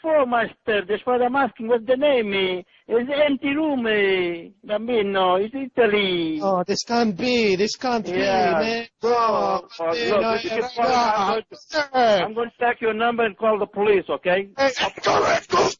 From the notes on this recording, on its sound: …'s Personal Prank Phone Calls Collection.